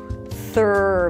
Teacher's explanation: You start with a voiceless TH sound, stick the tongue out, release air, then pull the tongue in for the R. Thr. Make sure the tongue doesn't touch the upper palate and round your lips.